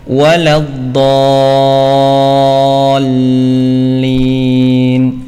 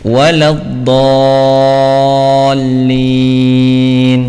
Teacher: lam tasydid ini juga tanpa gunnah, ya, lam tasydid tanpa gunnah, jangan sampai ditahan · Shown in: second take